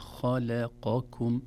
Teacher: في الآية الأولى واتقوا الذي خلقكم والجبلة الأولين، كلمة خلقكم لو تلاحظون أحبتي الخاء حرف مفخم، خاء لا نقول خاء، ثم اللام حرف مرقق، لا نقول خلقكم نقول خلقكم، إذن تفخيم الخاء ترقيق اللام ثم تفخيم القاف ثم ترقيق الكاف